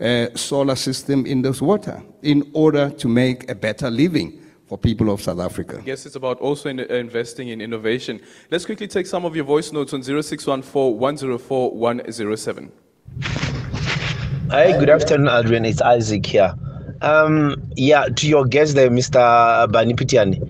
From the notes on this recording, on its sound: We are still coming to you live from Durban at the Coastland Musgrave Hotel where the National Lotteries Commission is welcoming its newly elected board chairperson.